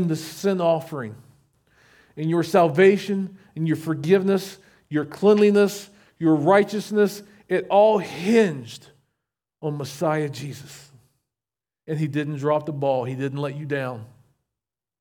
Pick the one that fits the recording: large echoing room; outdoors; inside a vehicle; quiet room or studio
large echoing room